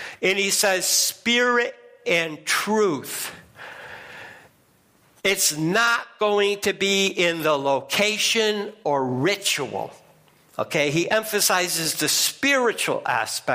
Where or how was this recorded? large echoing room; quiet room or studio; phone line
large echoing room